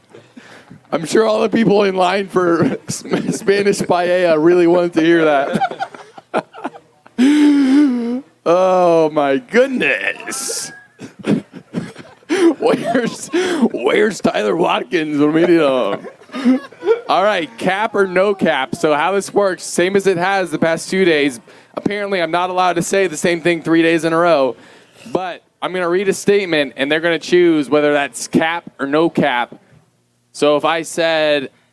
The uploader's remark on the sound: TYR Wodaplooza Gameday // Saturday // Shut Up & Scribble LIVE From MIAMI